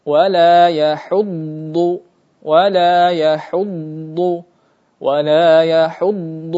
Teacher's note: terjadi pula istitalah, suara yang memanjang